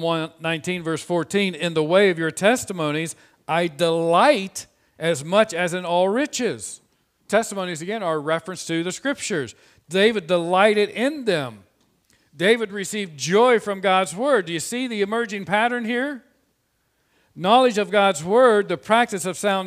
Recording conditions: large echoing room